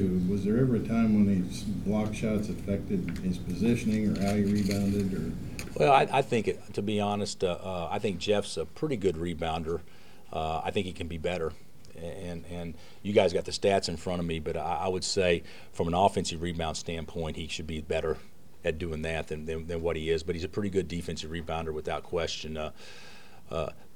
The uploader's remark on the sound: Press Conferences & Post-Game Interviews.